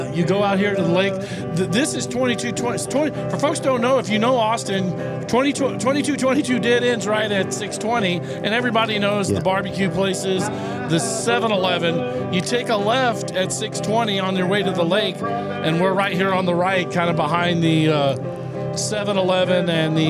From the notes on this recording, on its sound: Live from Headshop on Wheels. Live Remote Broadcast from Headshop on Wheels Cafe at FM 620 & FM 2222 in "four-points" area in west Austin. With the Car and the Tent this week our on location show recorded Saturday with lots of friends and fun .